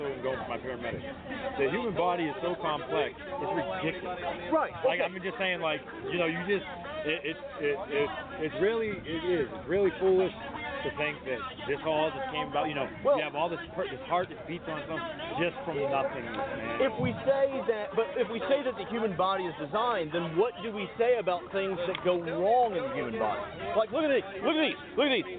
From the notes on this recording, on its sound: Talking with the Christians at the Reason Rally. June 4, 2016 was the second Reason Rally in Washington DC. I had a recorder on me.